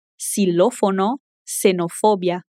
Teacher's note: O X vai ter som de S quando está no início das palavras.